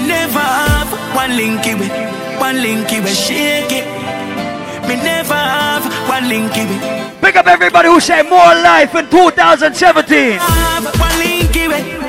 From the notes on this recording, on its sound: LIVE AT THE ISLAND SATURDAYS NYE BASH. LIVE AUDIO.